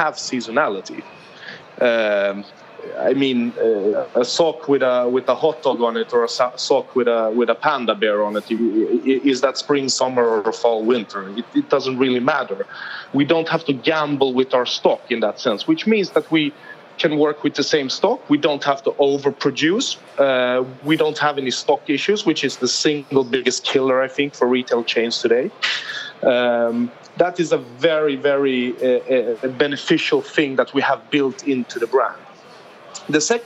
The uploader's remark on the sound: Recorded at World Retail Congress 2019